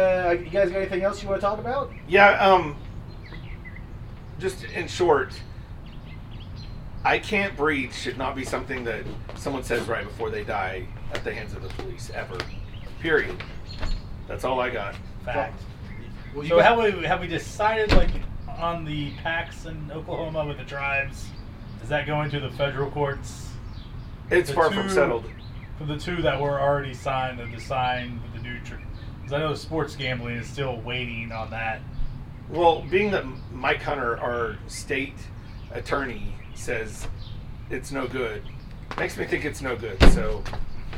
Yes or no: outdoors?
yes